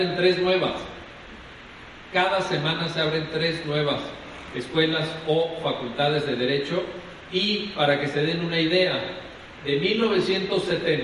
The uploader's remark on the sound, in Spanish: Impartida el 26 de Mayo de 2015 en el Auditorio Ponciano Arriaga de la Facultad de Derecho de la Universidad Autónoma de San Luis Potosí. Conferencia Magistral. En el Auditorio Ponciano Arriaga de la Facultad de Derecho de la Universidad Autónoma de San Luis Potosí durante la celebración del los 30 Años del Bufete de la Garza.